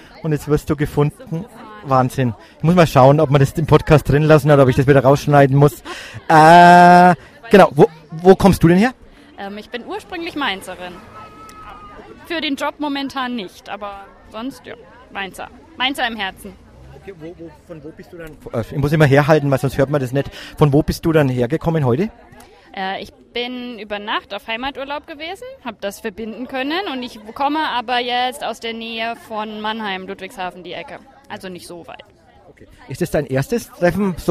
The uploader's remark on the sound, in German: Live aus dem Restaurant Noglla in Wiesbaden, Interviews mit den Teilnehmern.